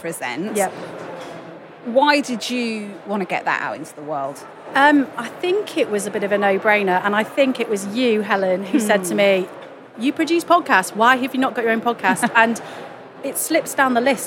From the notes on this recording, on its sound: Record a real life on-the-sofa-next-to-me show with some favourite work pals at The Podcast Show London 2023. I got to record a real life on-the-sofa-next-to-me show with some favourite work pals at The Podcast Show London 2023 .